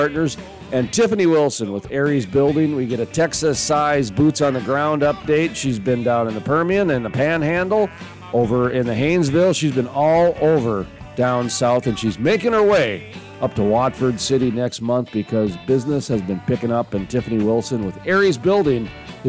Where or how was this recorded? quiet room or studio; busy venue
busy venue